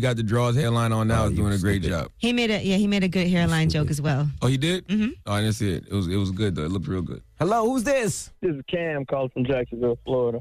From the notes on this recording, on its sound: open up the phone lines for listeners to comment